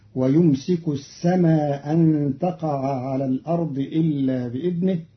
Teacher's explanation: ويمسك السماء أن تقع على الأرض إلا بإذنه، قرأ قالون كلمتي السماء أن بإسقاط الهمزة الأولى فيصبح المد مدا منفصلا مقصورا بقدر حركتين فيقرأه هكذا: ويمسك السماء أن تقع على الأرض إلا بإذنه، وهو للتخفيف والجمع بين اللغات.